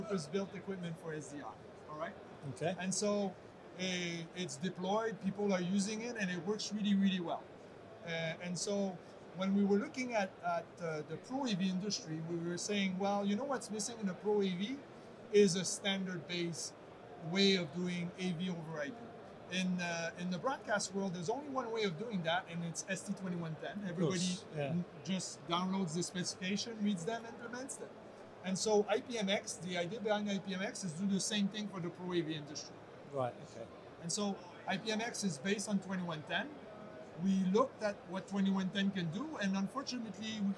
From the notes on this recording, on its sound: At ISE 2023.